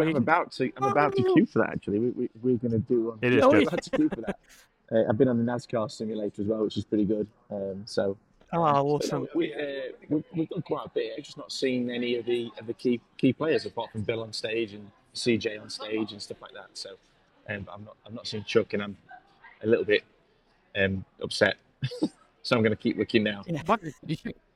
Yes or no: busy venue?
yes